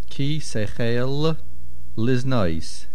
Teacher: Sechel ends with a lamed, liznois begins with a lamed. Make sure we hear both of them.